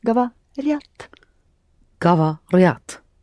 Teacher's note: Please don't insert the Y sound after R. Although, It's the letter ya, but there is a consonant in front of it.